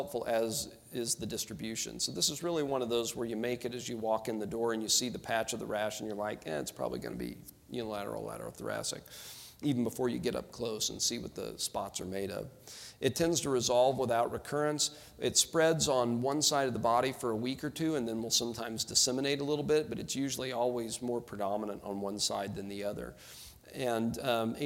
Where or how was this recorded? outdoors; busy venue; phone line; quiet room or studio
busy venue